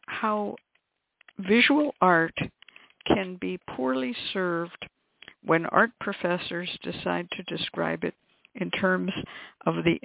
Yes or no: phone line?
yes